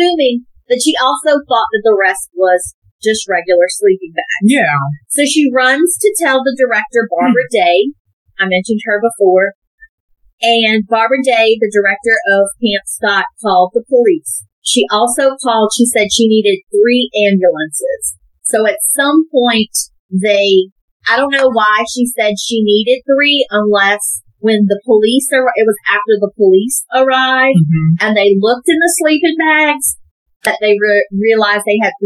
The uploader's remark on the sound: Excuse the audio, first timers here, but we promise to get better!